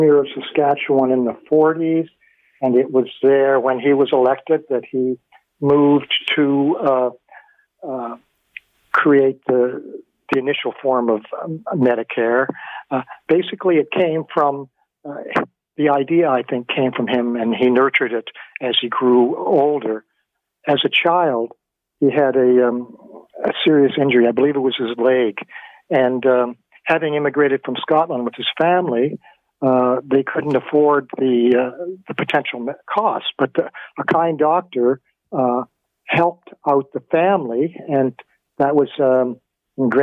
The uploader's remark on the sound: Opens the phones and has listeners share.